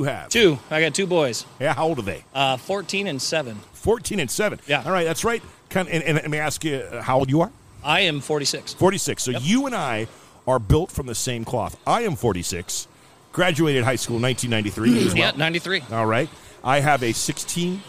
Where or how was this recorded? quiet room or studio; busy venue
busy venue